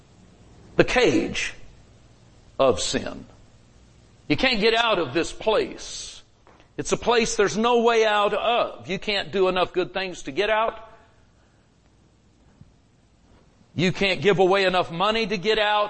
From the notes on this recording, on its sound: Recorded Live at Grace Harvest Church, Holiday, FL